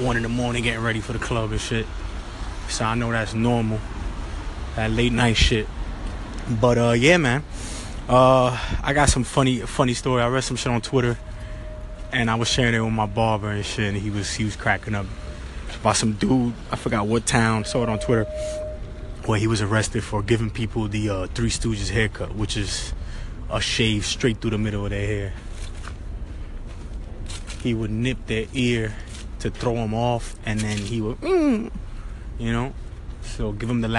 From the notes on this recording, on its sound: Recorded a lot of this episode running around in the street, so don’t mind the sounds in the background!